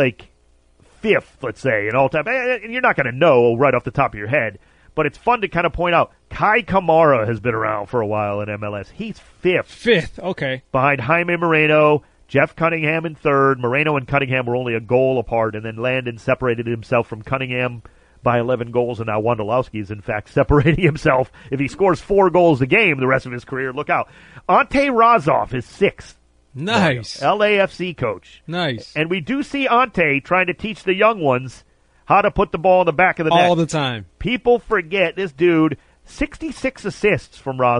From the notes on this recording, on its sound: called